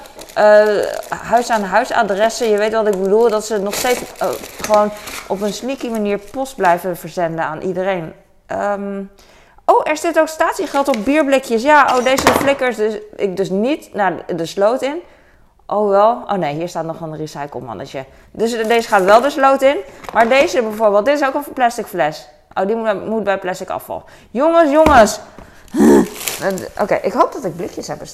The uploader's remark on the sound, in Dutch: Boodschappen JUMBO. Fijne achtergrondgeluiden.